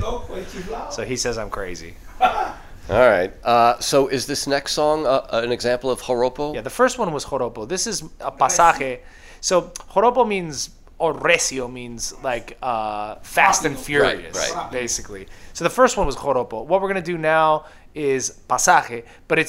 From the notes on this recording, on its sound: From Big Ears 2023. The duo performs remotely from the 2023 Big Ears Festival in Knoxville, TN.